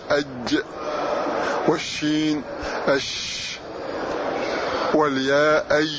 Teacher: وسط اللسان وفيه مخرج لحروف ثلاثة وهي الجيم والشين والياء غير المدية. الجيم أج والشين أش والياء غير المدية سواء كانت متحركة أو كانت لينة.